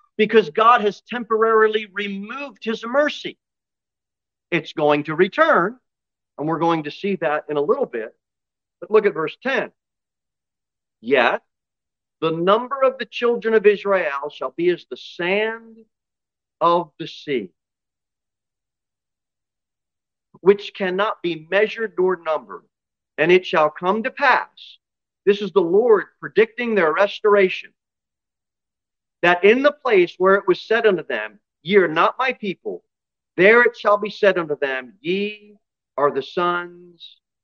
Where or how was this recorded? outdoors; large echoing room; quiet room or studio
large echoing room